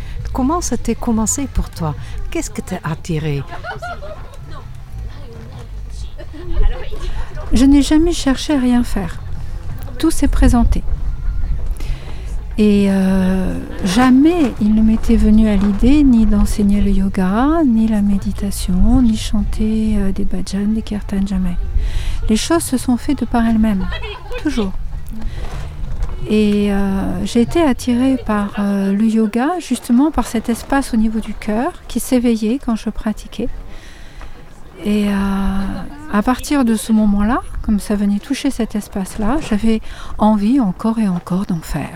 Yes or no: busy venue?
yes